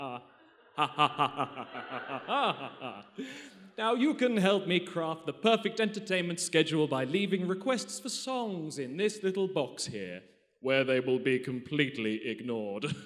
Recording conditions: live audience